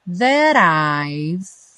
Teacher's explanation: o that, aí ganhou o rarara no T, e o I've, parando o som no V, já que o E não é pronunciado